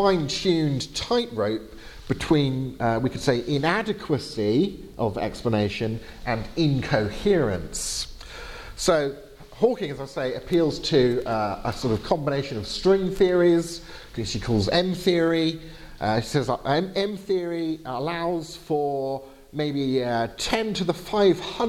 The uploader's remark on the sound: Lecture given on April 25th 2019 at Gimlekollen College, NLA University, Norway.